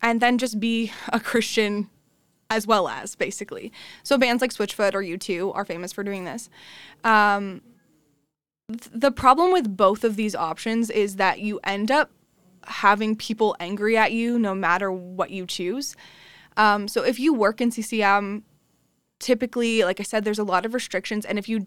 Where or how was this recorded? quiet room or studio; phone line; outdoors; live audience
quiet room or studio